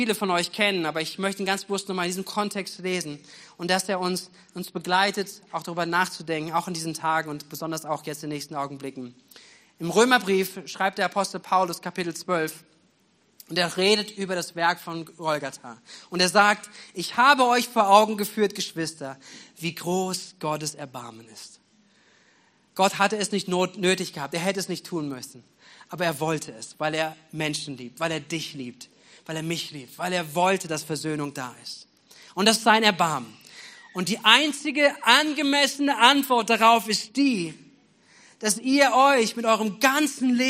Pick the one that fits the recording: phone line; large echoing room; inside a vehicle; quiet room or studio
large echoing room